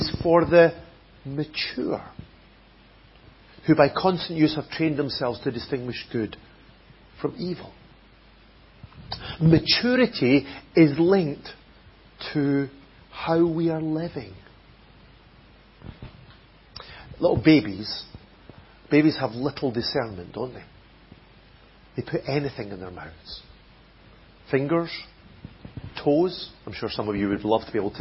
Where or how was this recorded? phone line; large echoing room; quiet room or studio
large echoing room